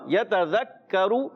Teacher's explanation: یتذکر، کاف کو باریک رکھیں گے. اور یہاں پر پیارے بچوں لام کو ہلانا نہیں ہے، بعض مرتبہ کیا ہوتا ہے کلکلا ہو جاتا ہے، کلکلا سے بچنا ہے.